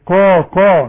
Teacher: قاف أعلى درجات التفخيم اللي بعدها ألف، قا قا، شوف قالوا آمنا والنون لازم تغن.